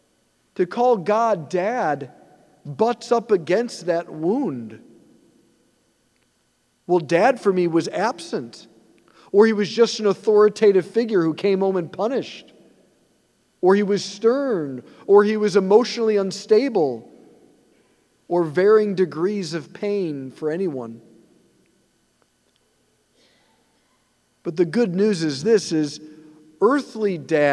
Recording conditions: large echoing room